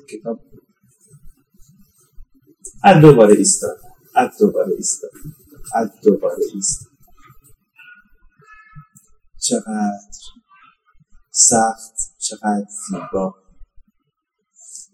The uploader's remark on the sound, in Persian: کیفیت صدا در این اپیزود خیلی پایین هست